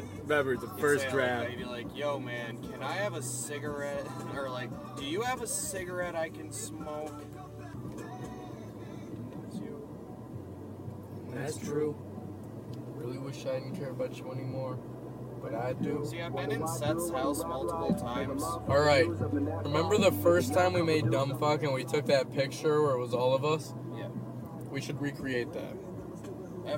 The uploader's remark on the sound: It's dangerous to a microphone in this car.